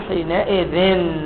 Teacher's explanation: إذ الذال ساكنة، لما نجيب نون ساكنة يصير إذ ن، التقاء الساكنين، فنعطي للذال كسرة يصير حينئذ.